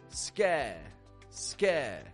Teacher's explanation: The American accent pronounces this S-C-H-E like scare, scare, making a k sound